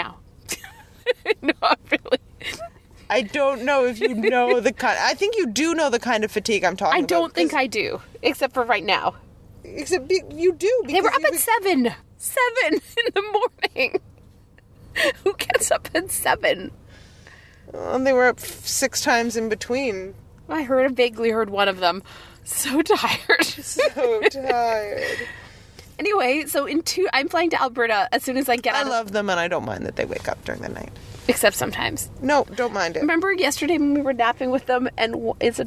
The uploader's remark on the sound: podcast from the car